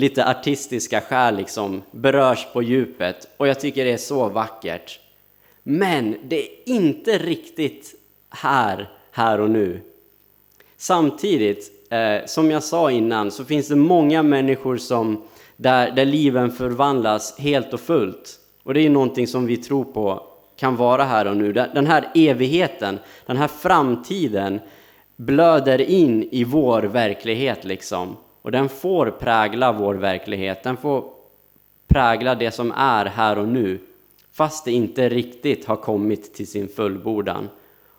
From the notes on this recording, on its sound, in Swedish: Inspelad under gudstjänst på Snäckan, Klintehamn.